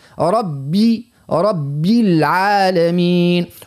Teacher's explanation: الباء هنا في ربي كسرة خالصة ما نقولوش رب الباء لا ماهيش باء ربي رب العالمين.